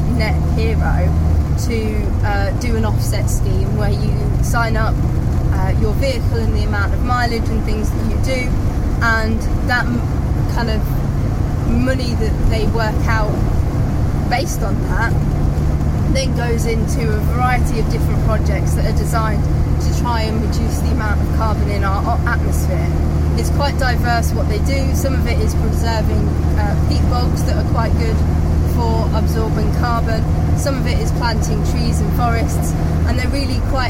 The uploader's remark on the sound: all recorded from my 1968 Morris Minor, Peggy